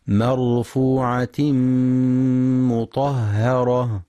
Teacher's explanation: وينتبه للإدغام بغنة في مرفوعة مطهرة، فالغنة في المدغم أكمل ما تكون، وينتبه لترقيق الهاء مطهرة، فلا يقرأ مطهرة بالتفخيم.